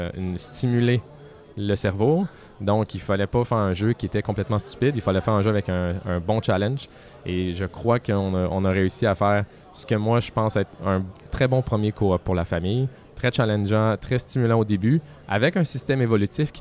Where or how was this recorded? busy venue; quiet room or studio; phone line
busy venue